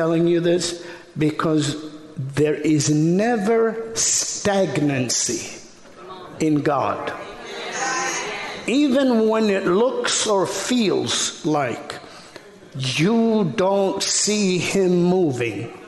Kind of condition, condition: setting, large echoing room